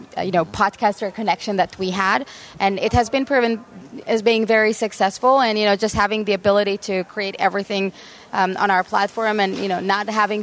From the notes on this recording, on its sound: Live at Podcast Movement Evolutions.